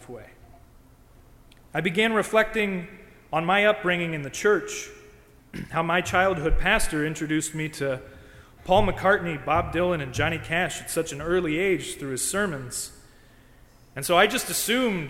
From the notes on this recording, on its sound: During the Crossroads service (9:30 am) on Sunday June 12, 2016, at First Presbyterian Church of Arlington Heights, Illinois. Part of Music Appreciation Sunday.